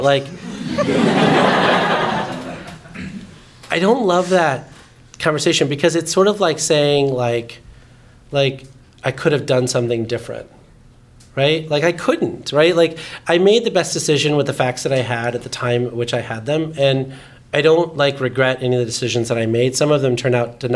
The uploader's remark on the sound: The live podcast series Watt It Takes. Watt It Takes is a live interview series produced by Powerhouse in partnership with GTM. The conversation was recorded live in Oakland, California.